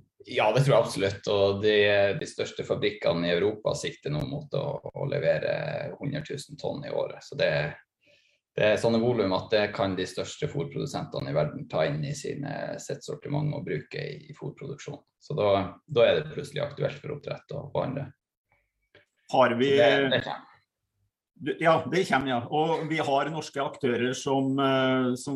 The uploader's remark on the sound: Live Zoom.